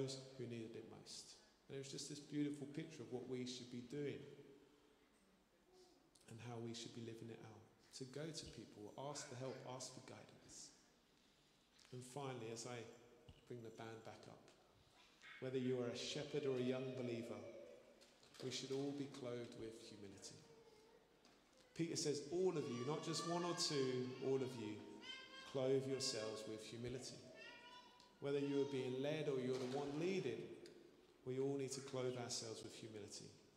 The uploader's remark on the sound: Streamed live at St Paul's Shadwell